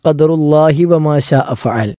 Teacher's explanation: ഒരുമിച്ചാണെങ്കിൽ ഖദറുല്ലാഹി വമാ ശാഅ ഫഅൽ എന്ന് ഒരുമിച്ച് നമ്മൾ അള്ളാഹ് എന്നതിൻ്റെ ഹായിന് കെസറിട്ടുകൊണ്ടാണ് പറയേണ്ടത്